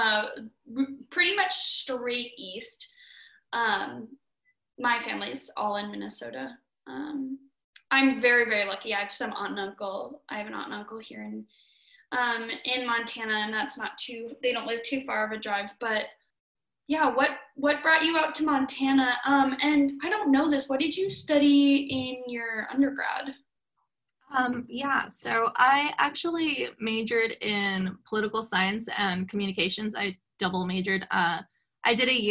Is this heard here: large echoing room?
no